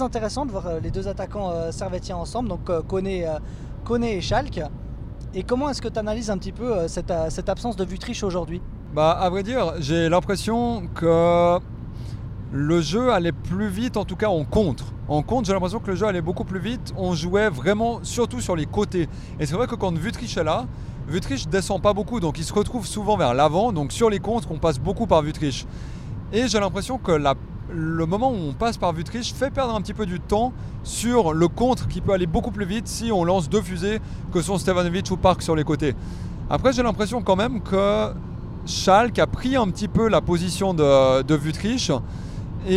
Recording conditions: inside a vehicle